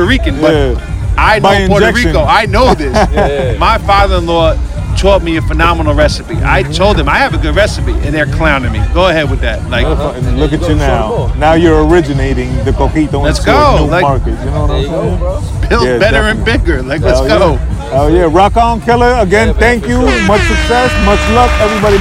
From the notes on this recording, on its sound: We broadcast live from the NJ Foodie Festival, in Union, New Jersey. We get exclusive interviews with the other vendors.